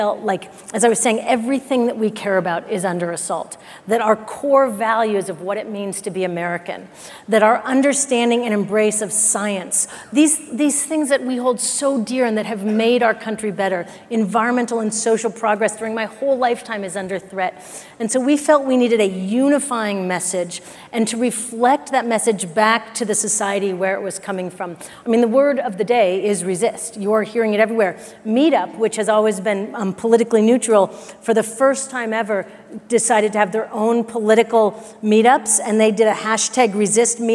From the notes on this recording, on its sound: The best of live interviews from GreenBiz events.